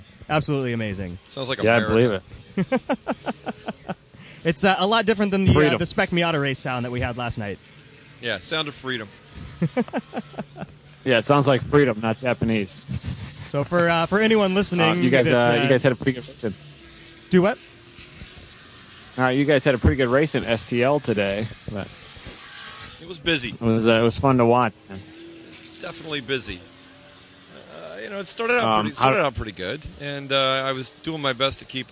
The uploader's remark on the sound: Live from SCCA Runoffs at Daytona